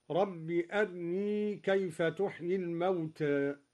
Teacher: قرأ الدوري باختلاس الراء مرققة